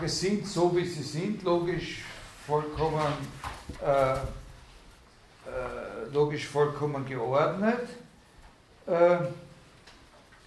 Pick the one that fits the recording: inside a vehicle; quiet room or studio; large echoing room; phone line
large echoing room